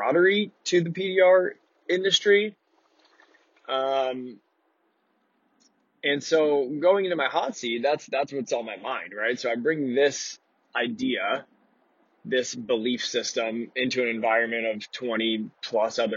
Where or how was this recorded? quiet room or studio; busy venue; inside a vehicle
inside a vehicle